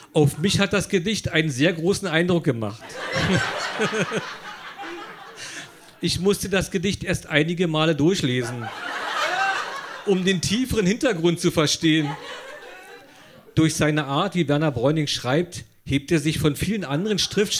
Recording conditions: live audience